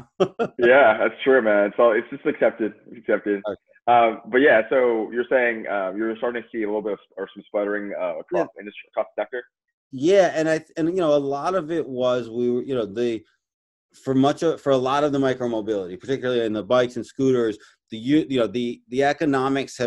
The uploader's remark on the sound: This is episode was recorded remotely on May 14, 2020.